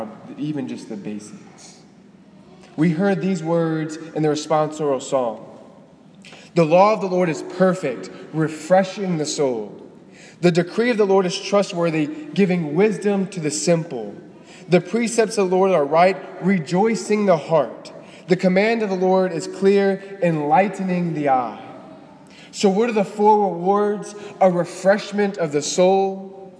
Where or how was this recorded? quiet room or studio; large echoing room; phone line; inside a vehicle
large echoing room